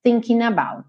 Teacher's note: Thinking termina com ing. O g não é pronunciado, ele pega o n e já junta no about.